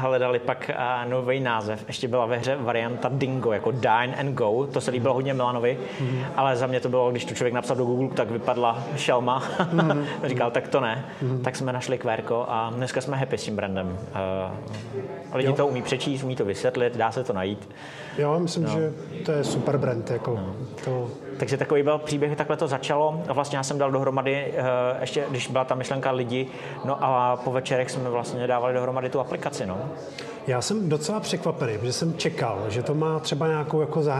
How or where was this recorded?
busy venue